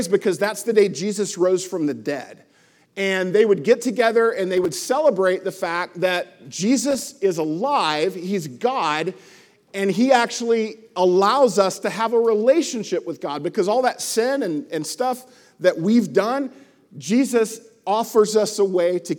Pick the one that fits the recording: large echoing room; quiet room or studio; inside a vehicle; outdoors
large echoing room